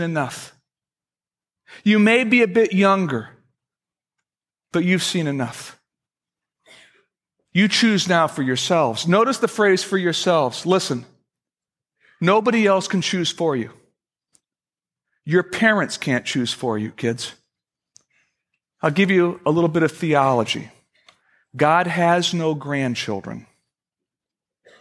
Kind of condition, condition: setting, large echoing room